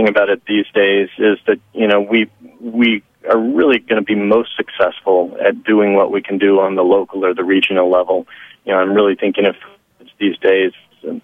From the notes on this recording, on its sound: phones in to talk to us